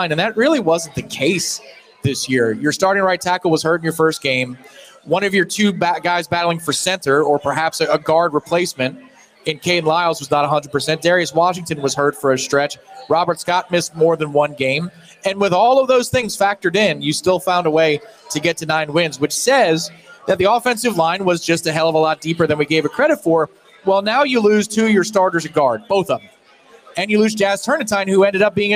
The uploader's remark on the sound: LIVE from the Harry Buffalo in Orlando!